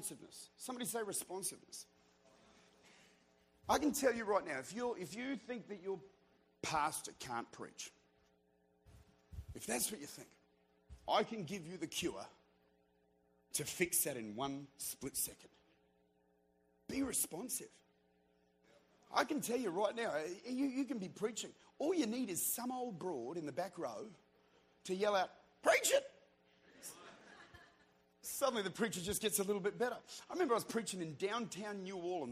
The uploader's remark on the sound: Recorded at Redeemer Church during their annual Encounter Conference in Utica, New York